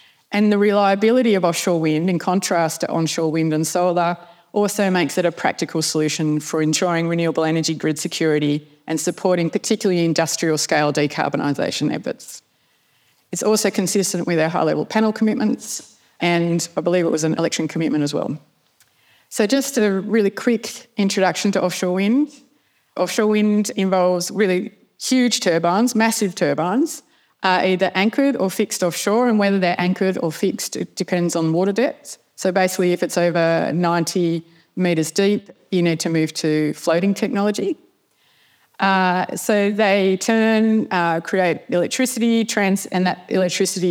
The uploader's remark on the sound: address at the Australian Naval Institute’s Goldrick Conference held in Canberra on 19 October 2023